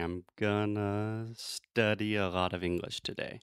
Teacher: So the unstressed syllables take this kind of uh uh reduced sound and then the more important words like English, today, study, those things we say a little bit louder, a little bit stronger.